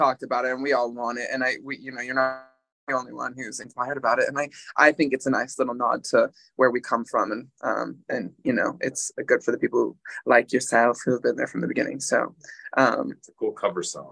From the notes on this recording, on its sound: Join us via Zoom from their LA-area rehearsal space a week after their tour wrapped.